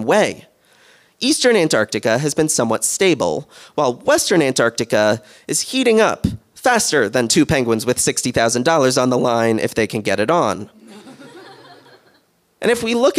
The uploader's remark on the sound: LIVE FROM HOLLYWOOD! Coming to you from Third Wheel Hollywood, in our first in-person episode with an audience.